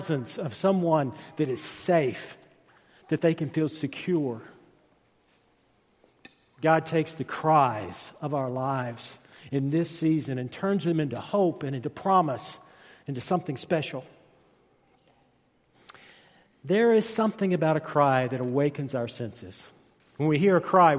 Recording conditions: large echoing room